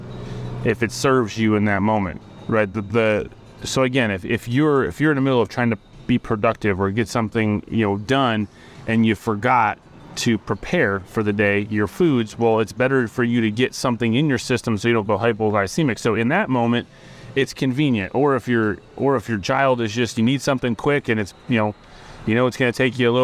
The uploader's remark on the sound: This episode is recorded outside Sunflour Community Bakery, surrounded by the aroma of fresh herbs and the spirit of sustainable dining.